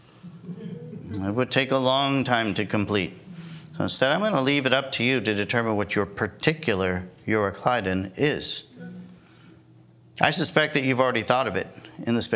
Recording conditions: large echoing room